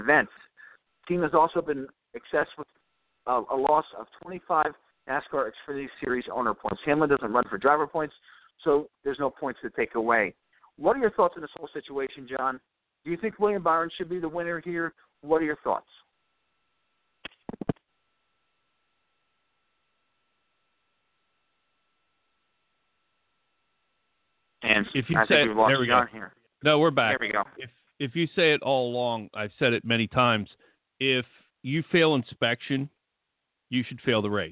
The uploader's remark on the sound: Taking your phone calls